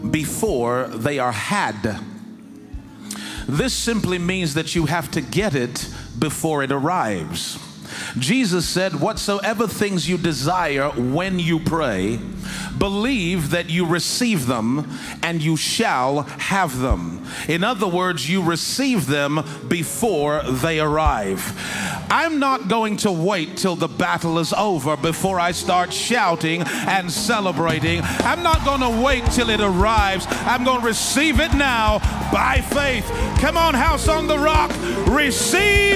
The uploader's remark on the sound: In this message preached in House on the Rock Church in Lagos, Nigeria.